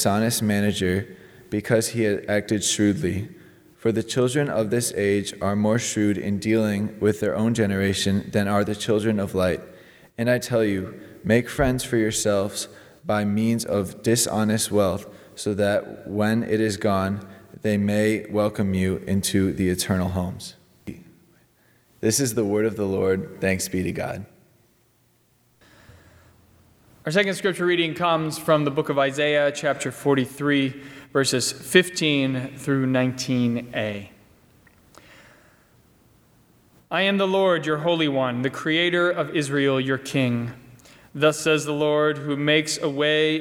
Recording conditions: large echoing room